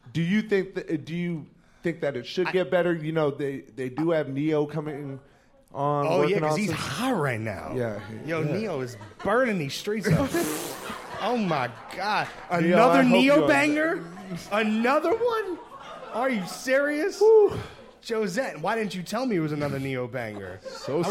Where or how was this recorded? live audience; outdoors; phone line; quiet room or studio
live audience